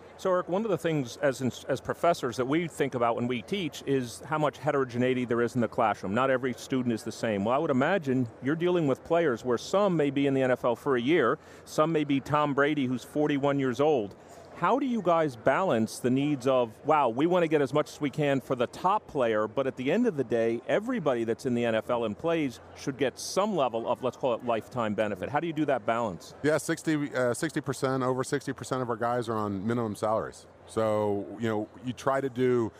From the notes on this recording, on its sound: live from Radio Row at Super Bowl LIII